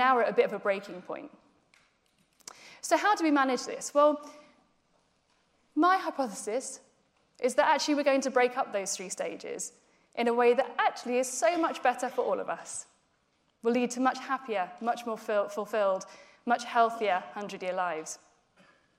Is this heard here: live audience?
yes